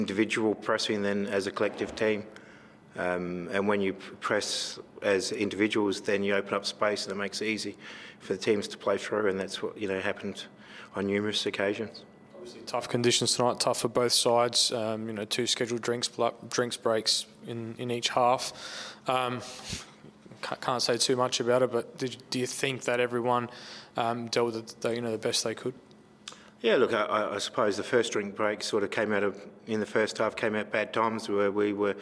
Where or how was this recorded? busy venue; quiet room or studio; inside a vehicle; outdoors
busy venue